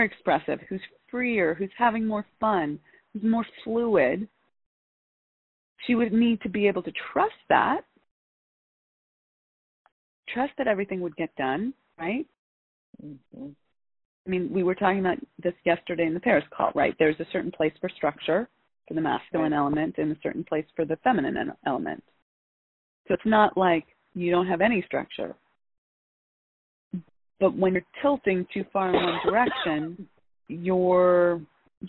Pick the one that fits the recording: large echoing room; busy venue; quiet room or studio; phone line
phone line